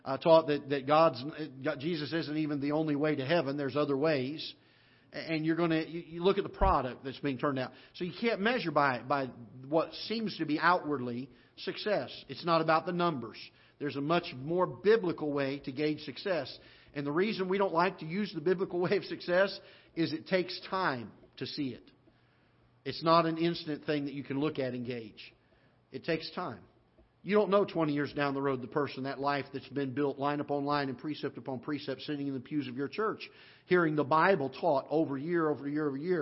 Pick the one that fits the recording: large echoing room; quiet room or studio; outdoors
large echoing room